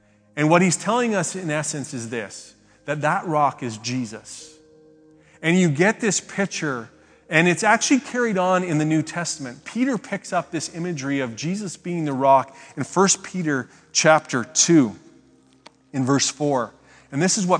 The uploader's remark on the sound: speaks at SouthRidge Fellowship, a Langley church